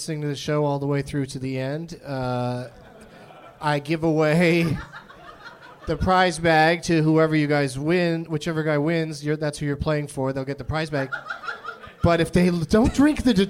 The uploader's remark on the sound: Live from the American Comedy Company in San Diego